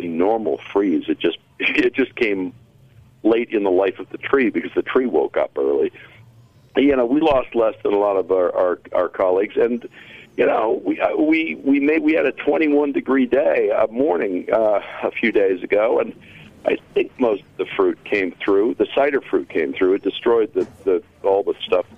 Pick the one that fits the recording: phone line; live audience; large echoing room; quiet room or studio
phone line